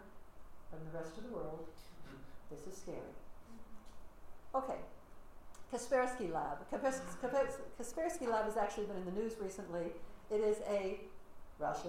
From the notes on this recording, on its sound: Audio recording of a lecture. As part of the Graduate Institute Summer Lecture Series.